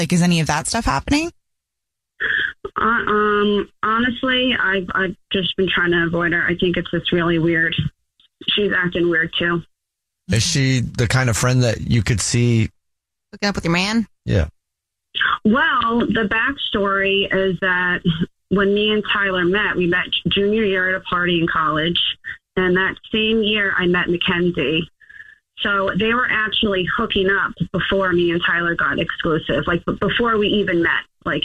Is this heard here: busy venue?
no